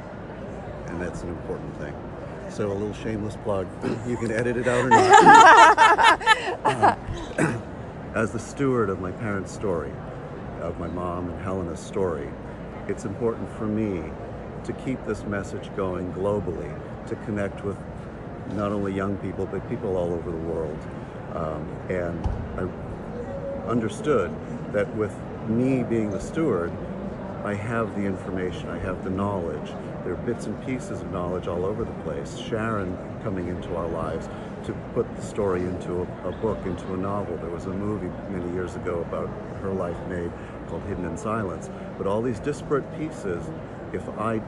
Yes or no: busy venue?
yes